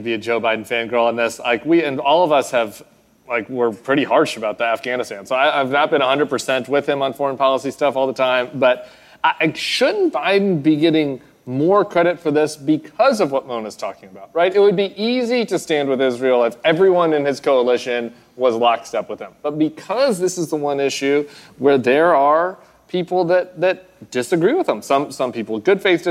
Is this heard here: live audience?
yes